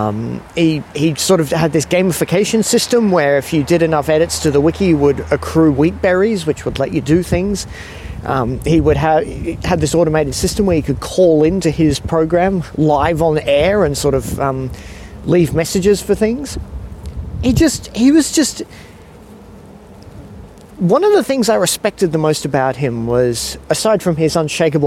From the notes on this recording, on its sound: Recorded late one evening wandering around a park in Sydney. Recorded in Sydney, Australia.